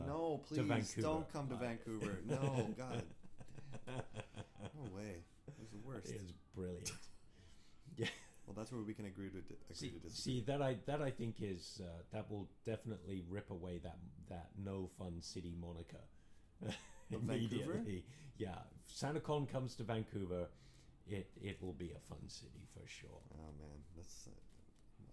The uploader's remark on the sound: Hodinkee 10 Live From New York